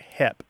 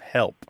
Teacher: One of the things that happens in part of the American South is people drop their L's in that word. So it sounds more like hep instead of help. · Shown in: first take · The other thing that can happen is once that L has started to disappear or has disappeared completely, the middle vowel starts to change.